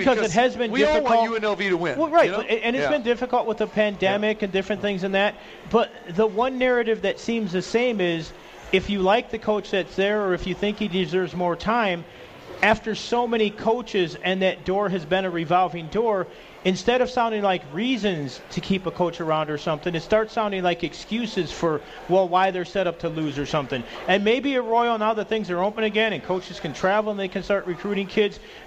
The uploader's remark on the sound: we are back live from The Cosmopolitan of Las Vegas